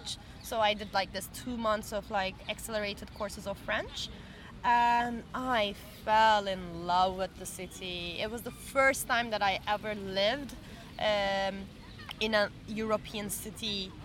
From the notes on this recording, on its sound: We recorded this episode on 10 September 2023, at Bois des Vincennes. At Bois des Vincennes.